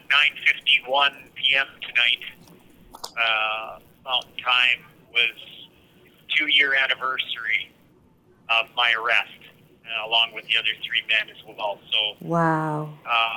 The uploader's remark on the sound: joins us on the phone from the remand centre in Lethbridge